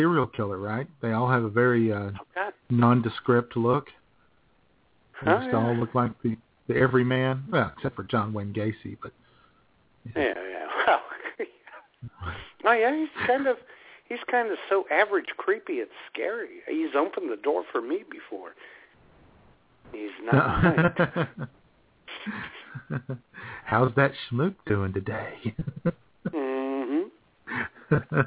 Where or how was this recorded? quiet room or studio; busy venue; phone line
phone line